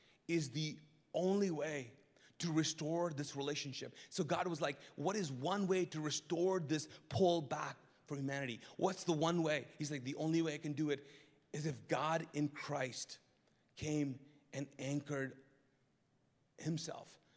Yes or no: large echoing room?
yes